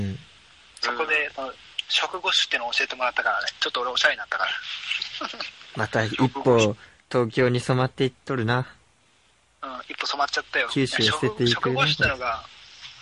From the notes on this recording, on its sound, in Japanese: LINEのグループ通話を使ってパワープレイ収録を行いました。音質と内容の低質化が今後の課題になりました